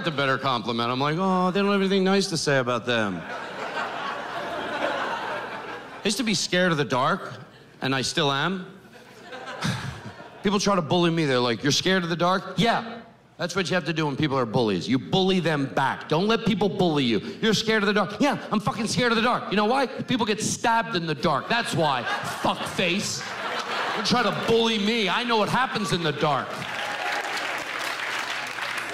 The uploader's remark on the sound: In this caustic comedy special. Makes audiences howl.